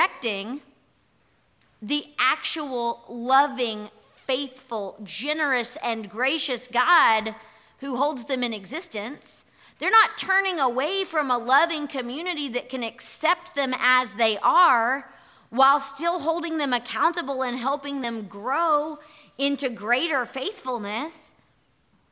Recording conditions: large echoing room